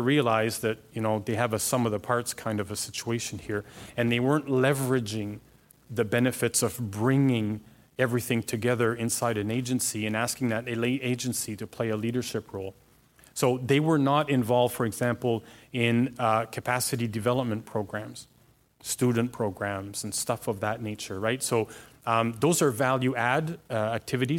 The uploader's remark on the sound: Surprised the audience at the CASI ASTRO 18 conference with his talk. The audience listened attentively.